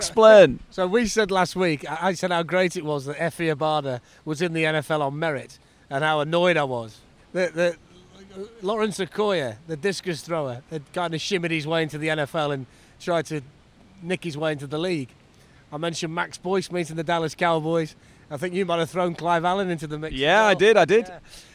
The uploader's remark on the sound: Live from Wembley. The Fumble is being recorded right outside Wembley Stadium, right where the NFL tailgate will be next week and fans are filing past to go and watch Spurs v Barcelona in the Champions League.